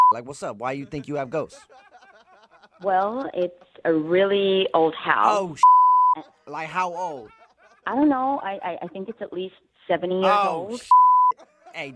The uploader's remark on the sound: PHONE TAP